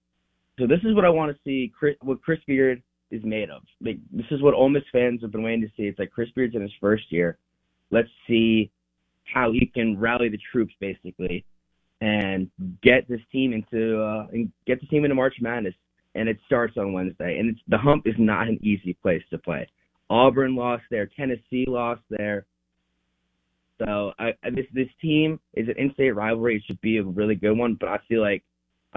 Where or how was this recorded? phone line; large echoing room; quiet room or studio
phone line